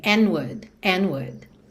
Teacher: Então, made of earth and wood. And wood, percebe que você não ouve D de and, junta direto no N